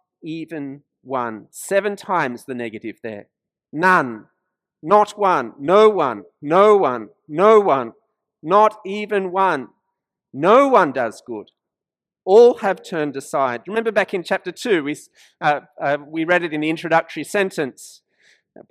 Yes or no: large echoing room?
yes